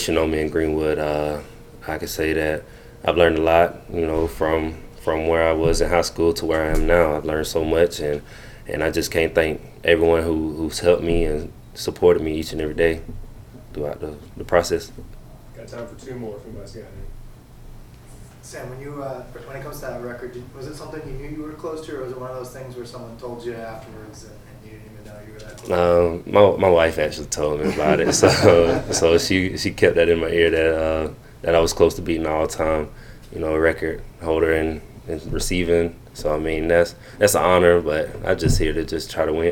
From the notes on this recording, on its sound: postgame press conference